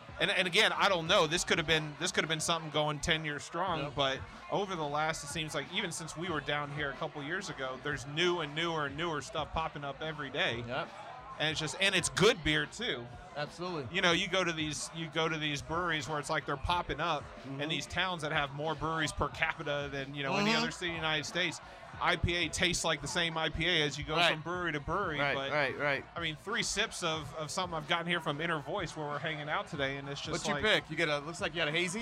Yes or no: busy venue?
yes